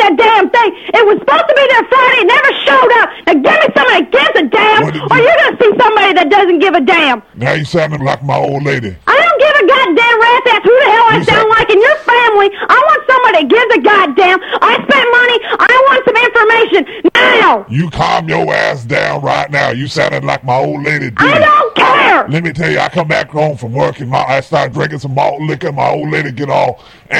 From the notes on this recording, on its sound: Prank Phone Calls